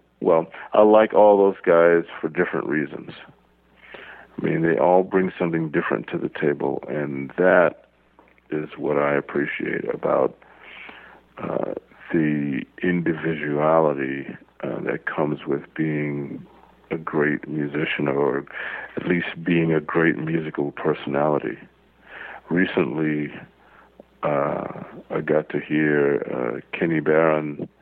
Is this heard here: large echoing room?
no